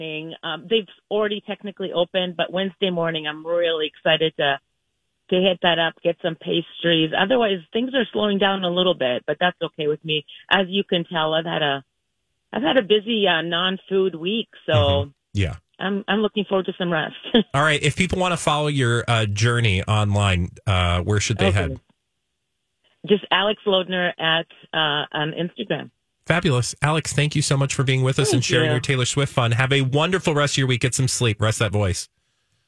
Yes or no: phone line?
yes